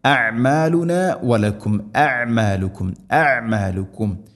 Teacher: ഹംസയും ഐനും അടുത്തടുത്താണ് ഉള്ളത്, മഖ്റജിൽ അടുത്താണ്, തൊണ്ടയുടെ താഴെ ഭാഗം ഹംസ, ഐന് തൊണ്ടയുടെ മധ്യഭാഗം. അതുകൊണ്ട് ശ്രദ്ധിക്കണം, അഅമാലുന വലക്കും അഅമാലുക്കും അഅമാലുക്കും.